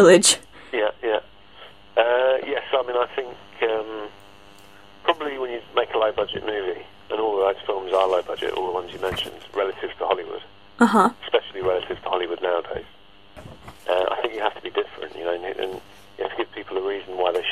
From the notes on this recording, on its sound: phone conversation